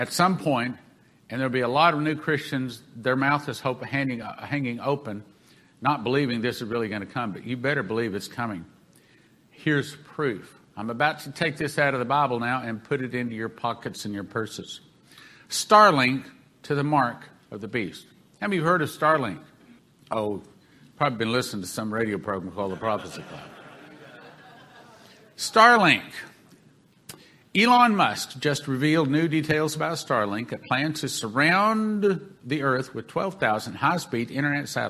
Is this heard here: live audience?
yes